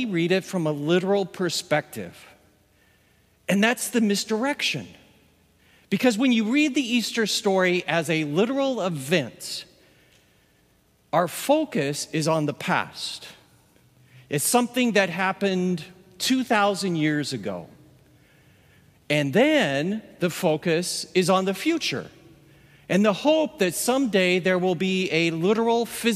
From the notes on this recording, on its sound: With the COVID-19 pandemic confining most of us to our homes, an in-person worship experience was not possible. Recorded live at Beatitudes Church, Phoenix, AZ on 04/11/20.